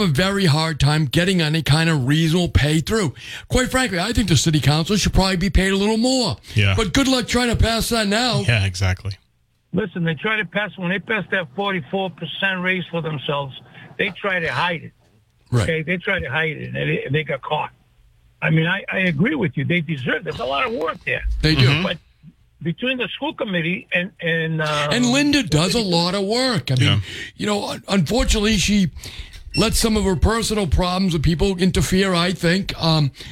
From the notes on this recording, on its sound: Then they take calls from the audience